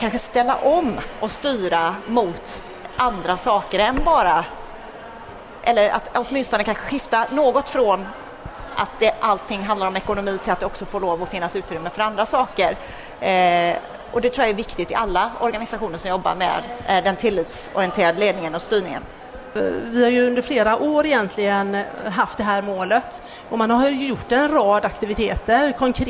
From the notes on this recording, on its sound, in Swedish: Detta avsnitt är det andra, av tre, som spelats in live på Kvalitetsmässan i Göteborg.